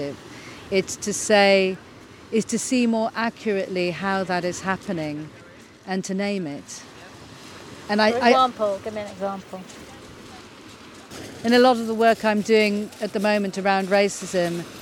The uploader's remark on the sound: In company with the skylarks. A Summer’s walk along the meanders of Cuckmere Valley to the sea, at the heart of Seven Sisters Country Park.